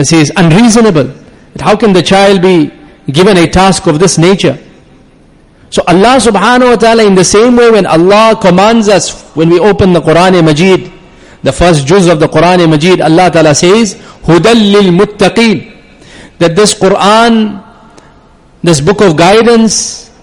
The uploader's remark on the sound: Jumuah lecture